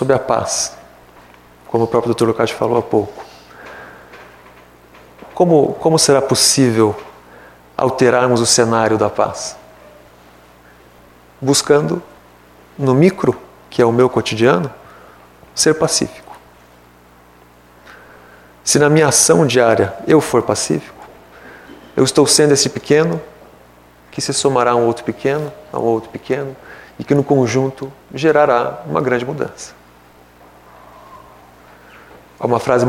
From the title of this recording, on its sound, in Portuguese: Palestra ao Público